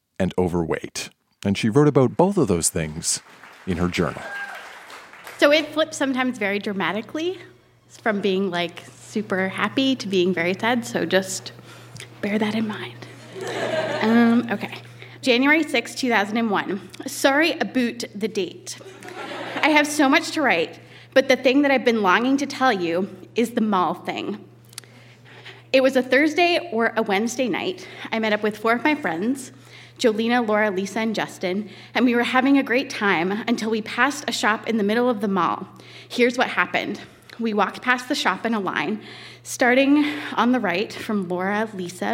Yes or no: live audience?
yes